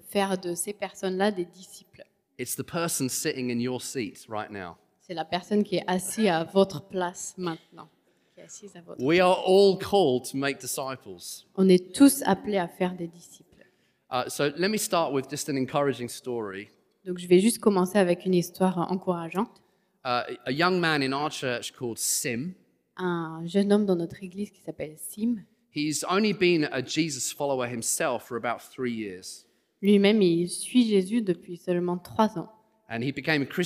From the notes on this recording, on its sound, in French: Enregistré à l'église CVV